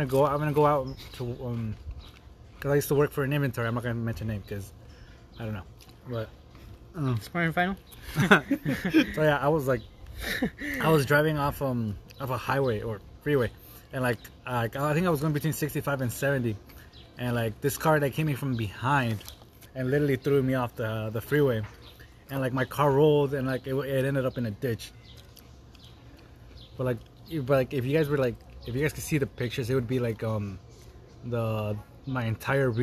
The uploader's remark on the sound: We sit outside and record an episode